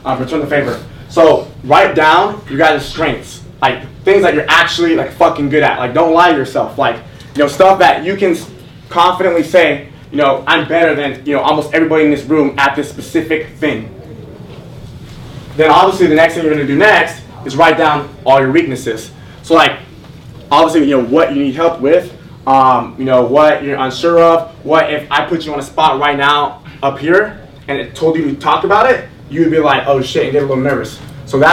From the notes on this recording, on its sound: Las Vegas In Person MARKETING Event. This is a recap of what went down in November at the Las Vegas event. The audio you are hearing is RAW so it may not sound perfect.